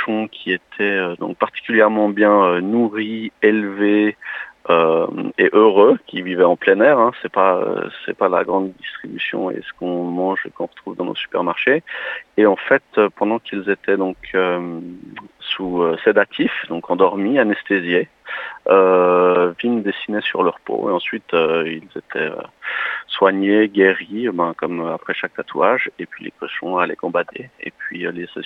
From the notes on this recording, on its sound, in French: nous échangeons par téléphone